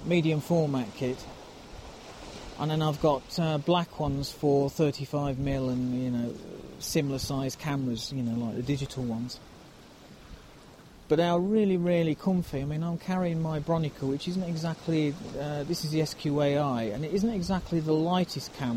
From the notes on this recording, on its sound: A wander along the rocky north west coast of Skye. A Nikon camera and bag, picked up during the trip.